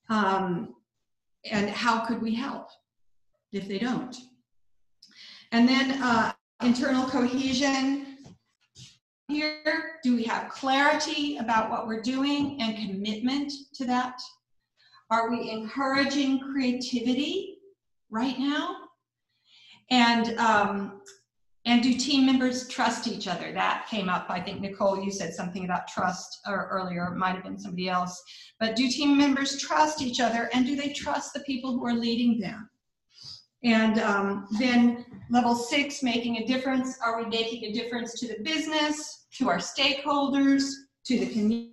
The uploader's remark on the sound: Our guest presenter during our first Zoom Happy Hour on April 7th